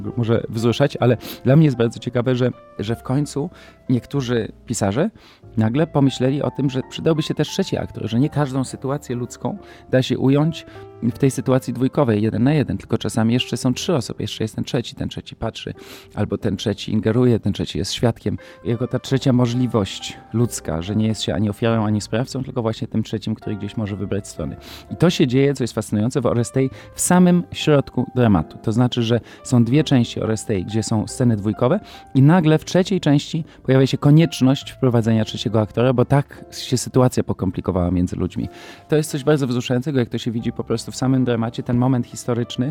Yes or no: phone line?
no